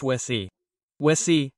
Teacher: Do you see that I omit the R?